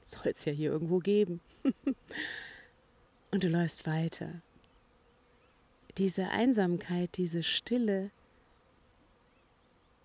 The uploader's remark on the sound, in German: Kleine Flucht auf einen Frühlingsspaziergang (Uckermark II). Und stell Dir vor, es ist die erste Episode, die ich im Freien aufgenommen habe. Alle Hintergrundgeräusche von Vögeln und leider auch einem Flugzeug ; sind echt. Sie lassen Dich voll eintauchen in die frühlingshafte Uckermark auf einem Spaziergang, der direkt hinter dem schönen Ferienhaus "Studio Uckermark" losgeht.